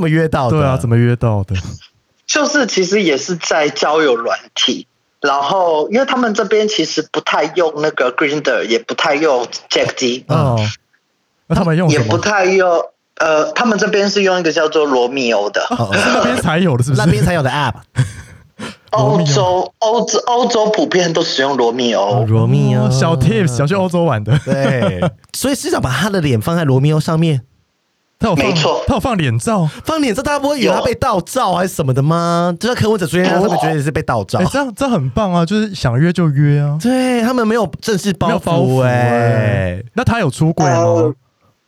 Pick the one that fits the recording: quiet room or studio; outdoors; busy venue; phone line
phone line